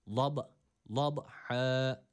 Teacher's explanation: buradaki B harfini çıkarırken sesimiz dalgalanıyor bu harf ile. · Term: kalkale